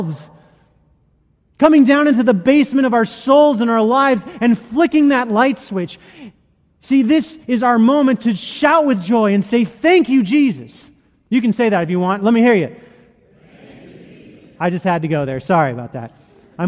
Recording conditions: large echoing room